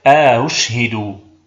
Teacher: وفي أأشهد الأولى مفتوحة والثانية مضمومة، فنسهل الثانية بين الهمزة المحققة والواو وندخل بينهما ألف الفصل فتصبح أأشهد.